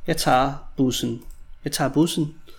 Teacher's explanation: in present tense with an R, tager, but usually is pronounced tar